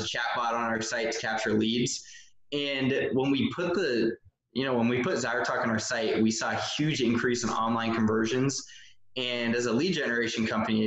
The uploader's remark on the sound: we zoomed